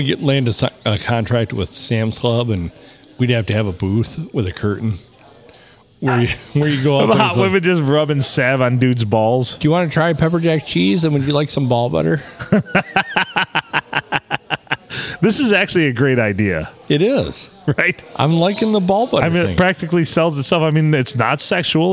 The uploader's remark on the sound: Recorded at the round table at the locally famous Blue Water Sports Bar in the 4-69.